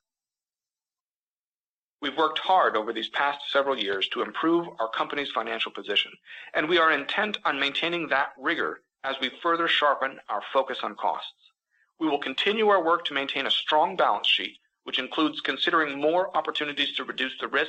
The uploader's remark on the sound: highlights from Alcoa’s Q4 2022 conference call